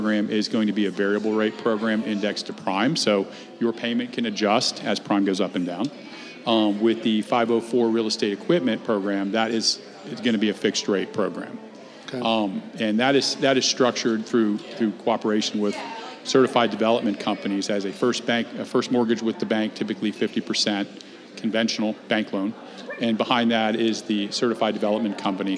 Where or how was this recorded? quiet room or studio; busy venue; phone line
busy venue